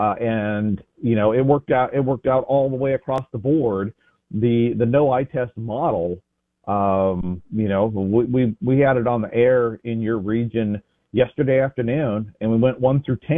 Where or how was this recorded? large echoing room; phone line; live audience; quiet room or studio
phone line